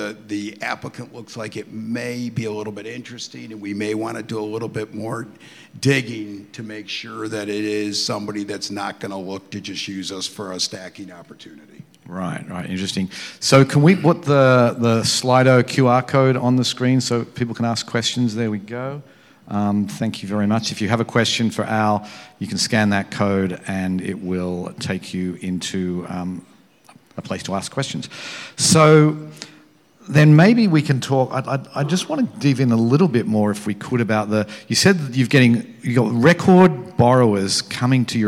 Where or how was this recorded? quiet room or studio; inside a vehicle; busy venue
busy venue